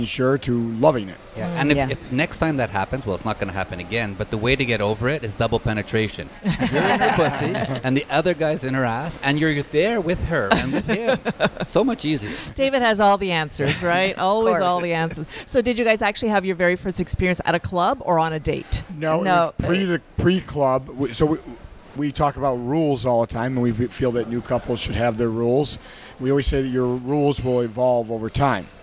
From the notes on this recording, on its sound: Join us on location at Hedonism II Resort